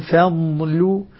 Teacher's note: الفاء واللام مرققتان والضاد بينهما مفخمة مستطالة